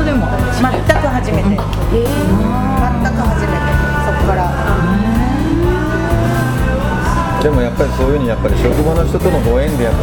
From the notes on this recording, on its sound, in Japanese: モスバーガー店内で対談収録